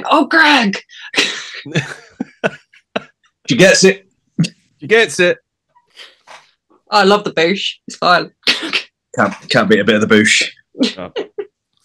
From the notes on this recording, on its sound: sit down over Zoom